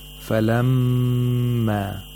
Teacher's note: Whenever they're mushaddad, whenever they have a tashdeed or shadda, you have to hold the sound of that letter as long as two vowel counts. Falamma, you hold the mim for two vowel counts. And this is ghunna.